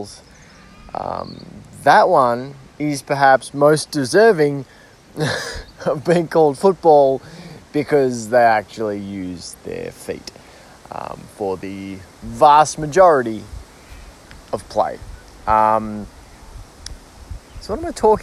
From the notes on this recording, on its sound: Sits down in the garden to record a freeform solo episode.